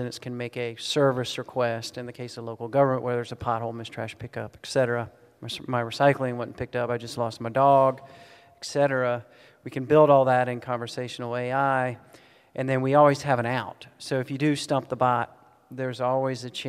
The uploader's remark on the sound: Austin City Limits Live Podcast Tour